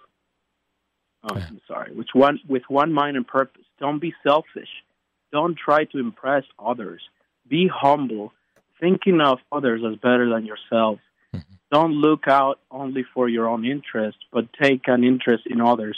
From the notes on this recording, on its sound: Opened the phone lines, encouraging listeners to express their Christmas thoughts.